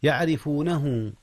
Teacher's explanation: ترقيق الراء لأن الراء مكسورة